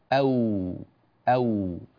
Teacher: وبانفتاح واستدارة يخرج الواو، أو. هذا هو مخرج الواو.